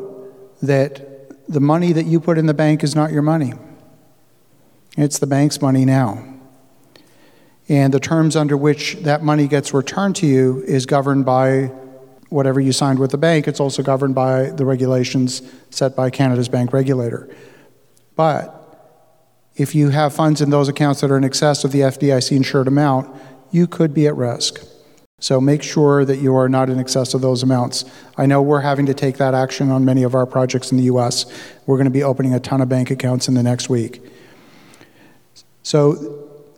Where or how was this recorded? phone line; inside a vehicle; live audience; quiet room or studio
live audience